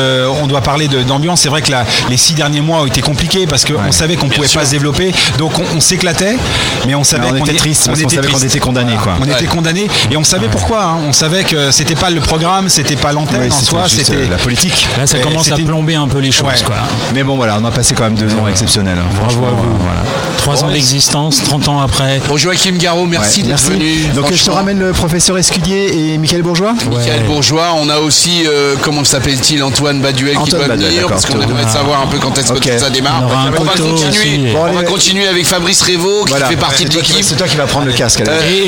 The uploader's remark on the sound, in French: En direct du Dock B à Pantin